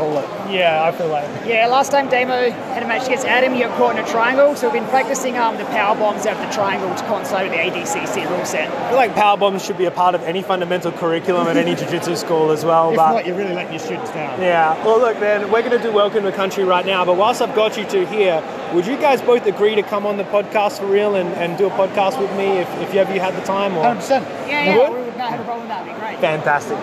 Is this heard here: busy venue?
yes